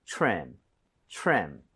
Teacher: TRE 붙어 있어요. TRE 붙어 있고 그다음에 모음으로 연결이 되면 크리스마스 트리처럼 치읓 비슷해집니다